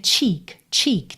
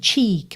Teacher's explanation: Tem que ter o tcha-tcha-tcha e tem que ter esse i compridinho, barrigudinho, assim, cheek, porque a gente tem dois s, tá?